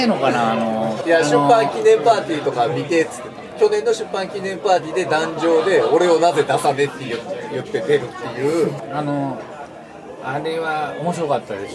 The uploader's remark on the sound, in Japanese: 居酒屋収録なので聞き取りずらいかと思います。